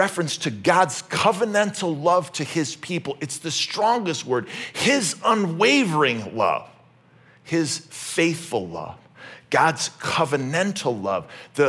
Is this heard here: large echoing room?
yes